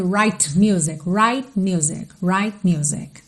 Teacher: Mais uma oportunidade para você perceber o T do right que não aparece. Você não ouve right music.